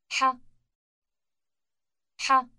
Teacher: ح. It is the H-like sound that is produced in the throat with some friction